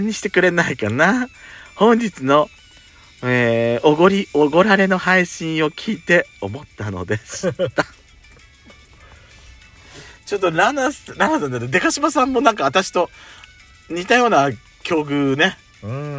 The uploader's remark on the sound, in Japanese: パーキング収録